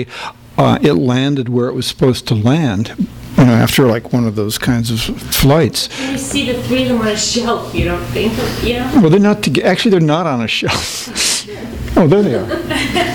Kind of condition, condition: setting, live audience